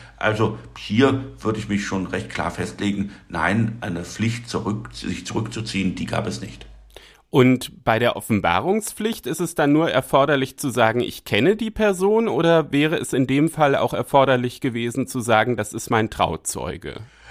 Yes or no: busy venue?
no